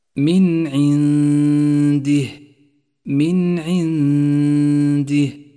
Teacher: الغنة في هذا الموضع يشترك فيها الخيشوم مع مخرج الدال متجافيا عنه قليلا، وهي غنة مرققة لأن حرف الدال مرقق، وتلفظ هكذا: من عنده، من عنده. ثالثا لاحظ حكم الإدغام